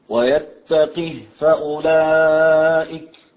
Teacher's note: المد لورش في كلمة فأولئك المد بالإشباع